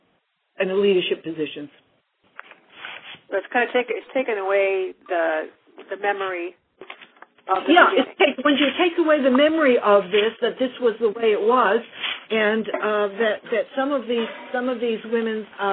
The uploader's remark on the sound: FutureChurch held a free phone conference.